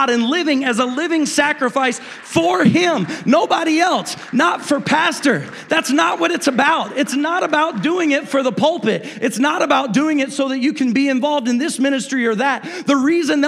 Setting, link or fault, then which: setting, large echoing room